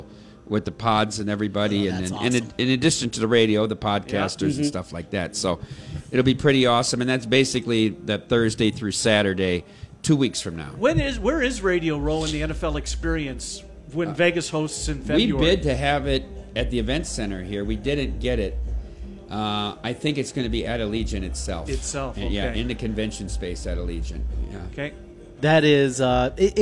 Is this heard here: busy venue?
yes